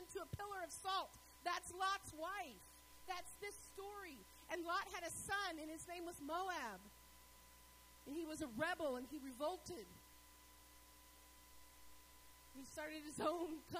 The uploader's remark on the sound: Sermons was delivered at Northpoint Community Church.